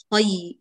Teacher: هذه لينة، بالتالي راعي زمنها يكون دون المد الطبيعي. خي أي فقط.